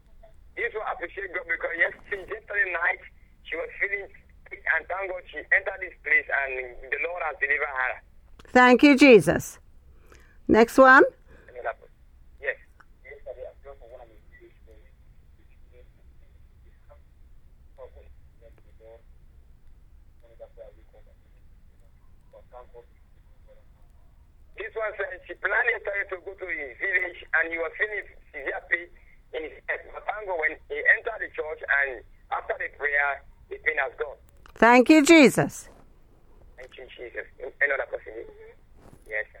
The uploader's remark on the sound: Speaking via phone to group in Sierra Leone.